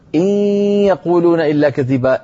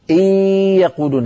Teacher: إن يخرج صوتان معا ياء من الفم وغنة من الخيشوم · Shown in: first take · ولا تقول إن يقولون، إذا قلت إن فأنت أتيت بالياء ولم تأتي بالغنة.